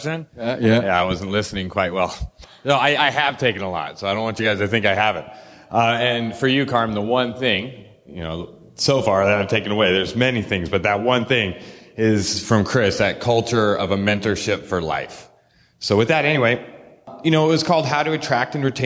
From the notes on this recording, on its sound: This power panel from Vision KC 2019